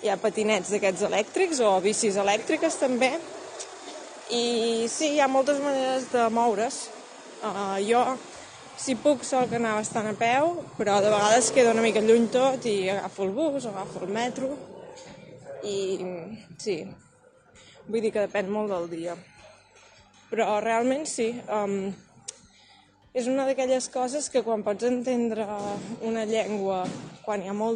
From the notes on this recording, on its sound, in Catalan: El repte d'avui és veure si pots entendre el català quan hi ha soroll de fons. En aquest cas, el trànsit i les obres de Barcelona.